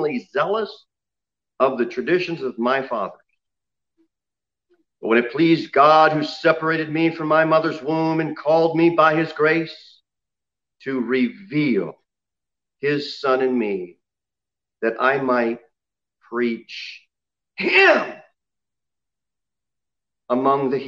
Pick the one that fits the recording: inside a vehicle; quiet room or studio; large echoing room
large echoing room